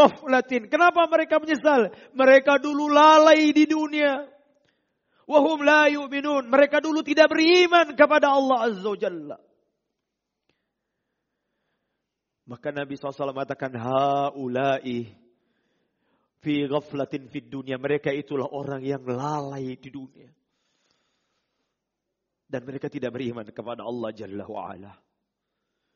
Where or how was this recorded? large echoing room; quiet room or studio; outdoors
large echoing room